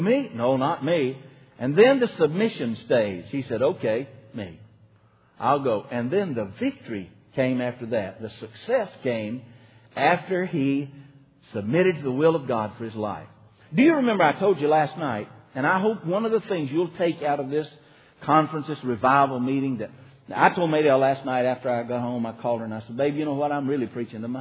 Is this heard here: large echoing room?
yes